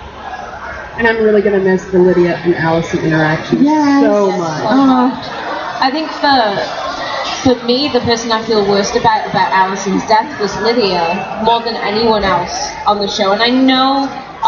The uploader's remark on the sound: Live from Indy PopCon 2014